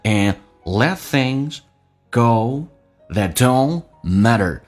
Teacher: And D 去掉， let T 去掉，这叫略音